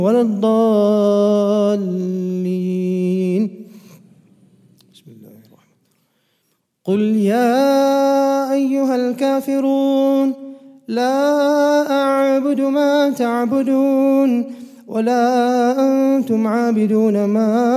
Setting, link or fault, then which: setting, large echoing room